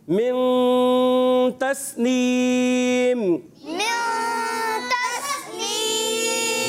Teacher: سین کو باریک رکھیں گے، اس کو سیٹی کے ساتھ ادا کرتے ہیں · یعنی یہاں نون کی ادائیگی جو ہوتی ہے وہ کلیئر نہیں ہوتی، نون چھپ کے ادا ہوتا ہے، غنہ ناک میں آواز لے کے جاتے ہیں · Term: اخفا